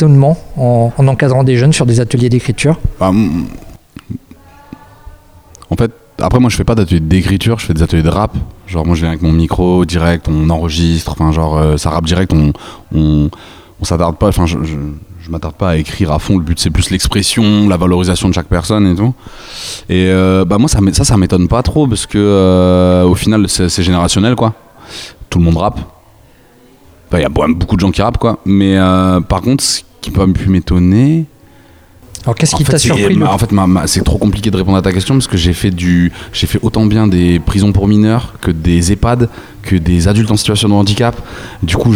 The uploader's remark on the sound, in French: Enregistrement réalisé lors du festival Hop Pop Hop